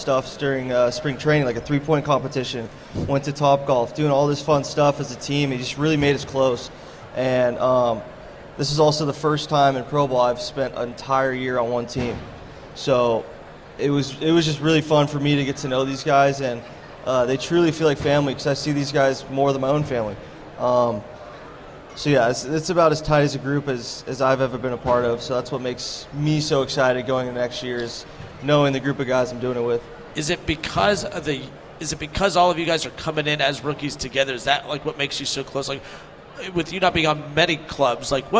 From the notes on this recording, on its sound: 1410 WING AM ESPN Radio in Dayton. LIVE from Redsfest.